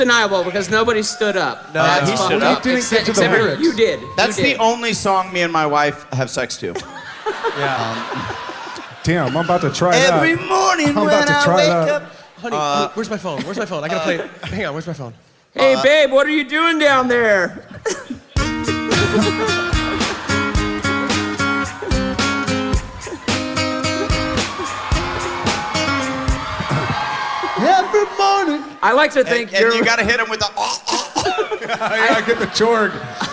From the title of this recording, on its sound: Live From Boston